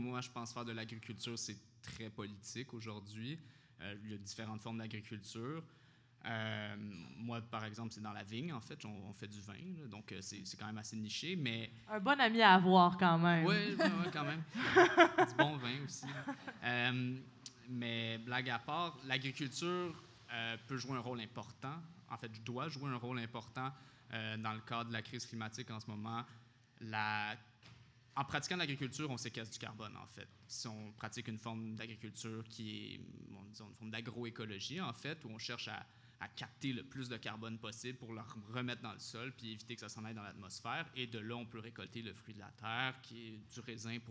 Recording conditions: live audience